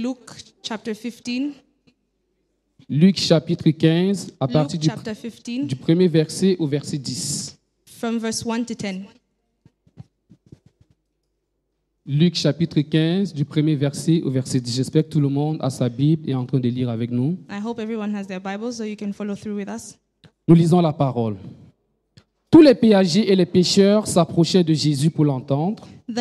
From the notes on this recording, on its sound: Preached during Joyful Hour Sunday Service Rabat